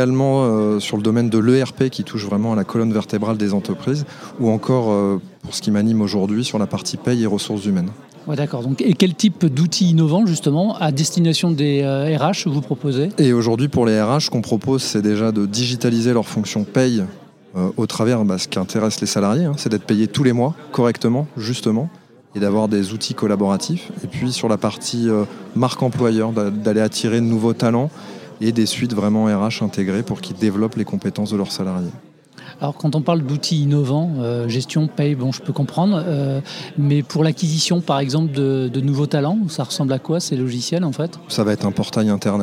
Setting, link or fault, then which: setting, busy venue